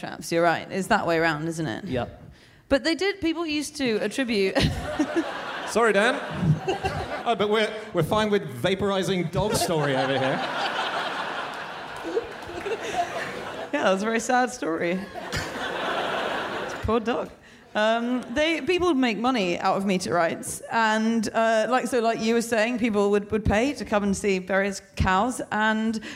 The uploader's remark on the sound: Live from Melbourne